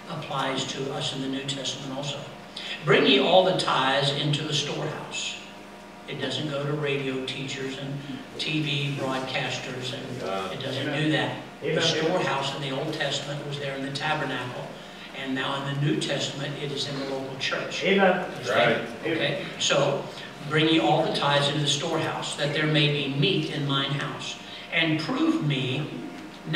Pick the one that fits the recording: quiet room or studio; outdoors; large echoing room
large echoing room